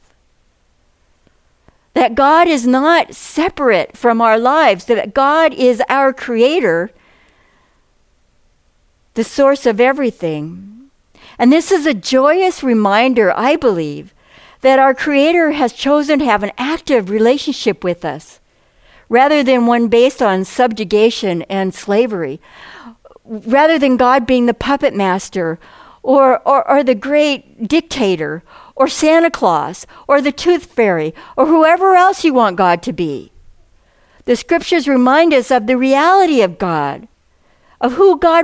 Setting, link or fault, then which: setting, large echoing room